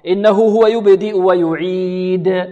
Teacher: والقلقل هنا أبين لأن الحرف موقوف عليه